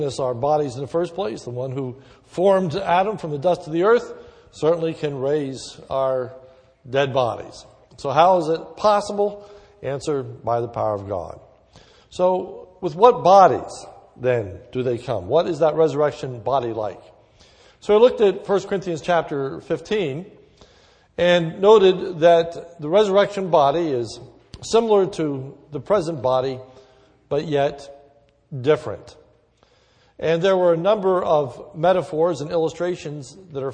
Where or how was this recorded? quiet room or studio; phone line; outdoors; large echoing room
large echoing room